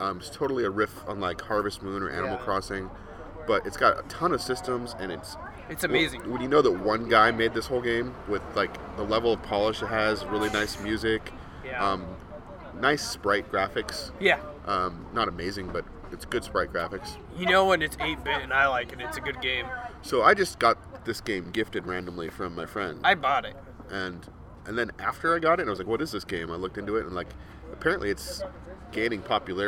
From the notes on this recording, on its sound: This week we come live to you from Amnesia Brewing